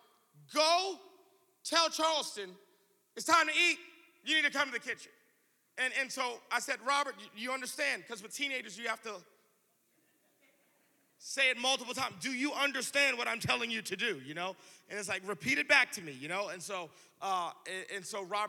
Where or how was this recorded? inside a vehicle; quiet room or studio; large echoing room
large echoing room